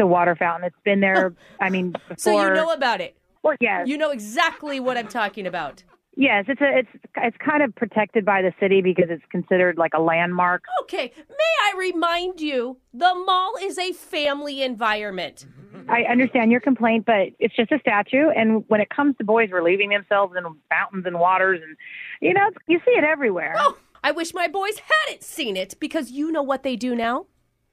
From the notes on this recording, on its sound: In today's Phone Tap. Calling a strip mall security office.